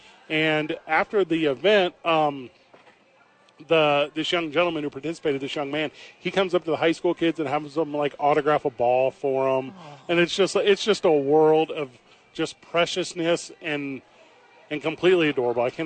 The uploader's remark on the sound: live from Isotope Park